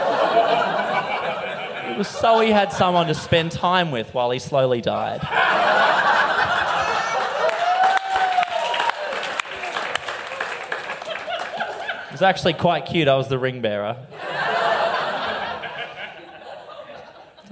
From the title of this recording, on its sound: LIVE